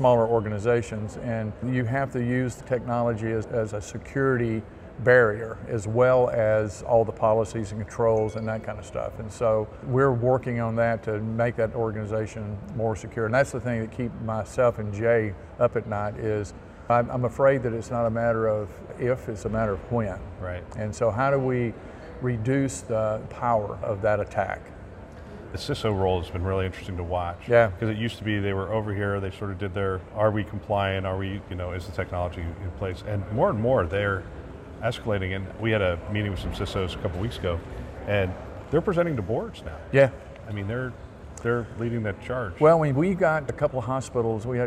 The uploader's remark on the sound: Interview in Action live from CHIME